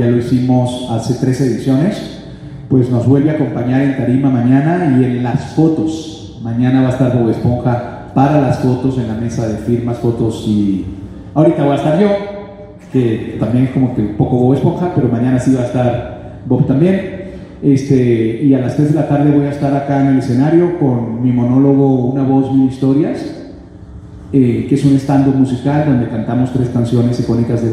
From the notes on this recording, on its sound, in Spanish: El audio de este episodio fue tomado directamente de las bocinas del auditorio donde se realizó esta actividad. Lamentamos que no sea de mejor calidad.